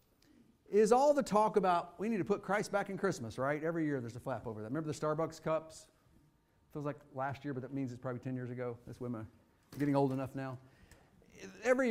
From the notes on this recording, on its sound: Fuquay-Varina church of Christ sermon audio from Sunday, December 31, 2023.